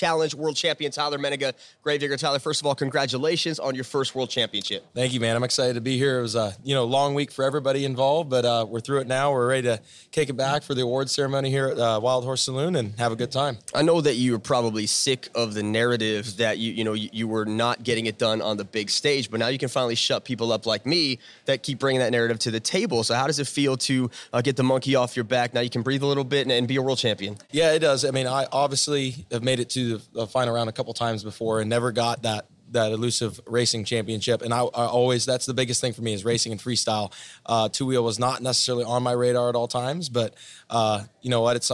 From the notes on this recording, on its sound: on location in Nashville at the Wildhorse Saloon